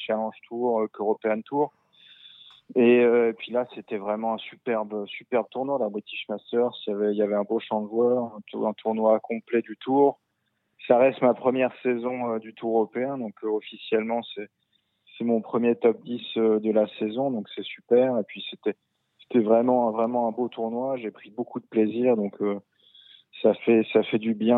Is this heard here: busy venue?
no